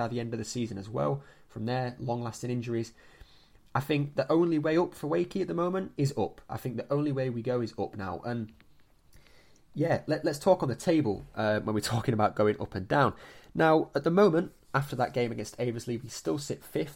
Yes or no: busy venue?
no